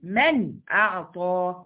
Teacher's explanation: اظهار حلقي للنون الساكنه، النون هتظهر